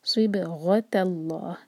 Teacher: غین heavy, اس کے بعد تا لائٹ اور پھر لام جلالہ ہیوی